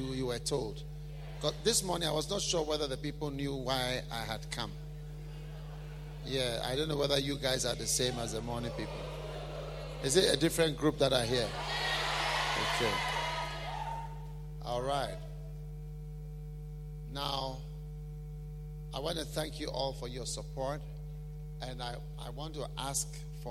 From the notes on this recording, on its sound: Preached at a BENMP service in London, UK.